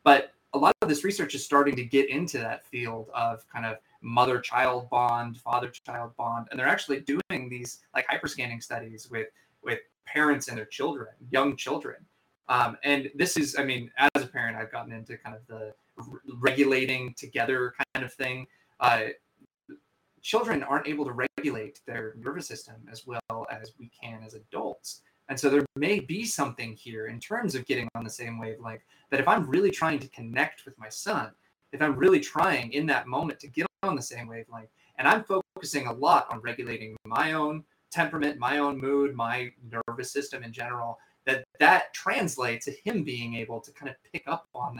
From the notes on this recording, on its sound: Sorry in advance for the sound quality.. There were technical issues during the live cast.